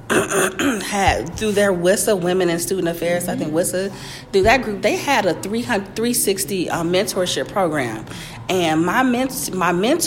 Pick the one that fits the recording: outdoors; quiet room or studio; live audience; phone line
live audience